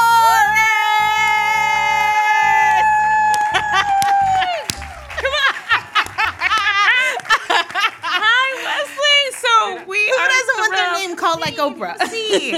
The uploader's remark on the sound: A conversation recorded at our first ever live show at the Tribeca Film Festival.